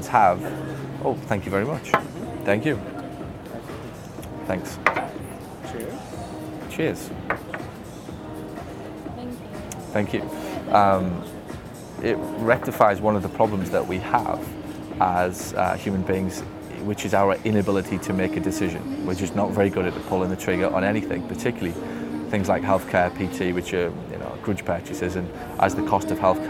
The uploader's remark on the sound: this one is filmed on location at Seaport Village, “San Diego”.